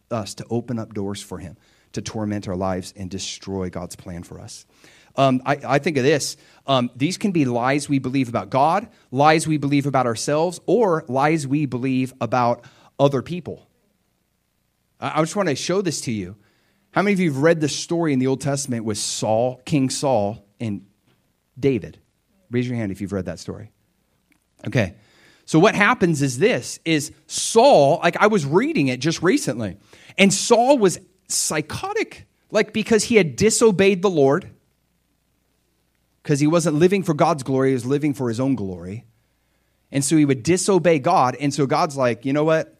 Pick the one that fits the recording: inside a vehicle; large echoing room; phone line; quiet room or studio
large echoing room